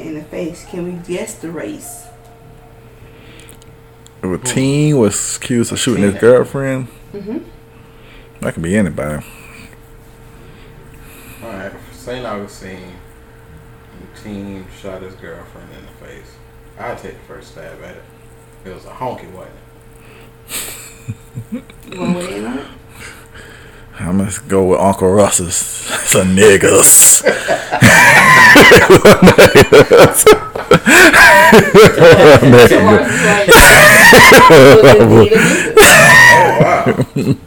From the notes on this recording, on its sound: On this week's episode I f-ed the sound but it was such a good episode I still had to post it.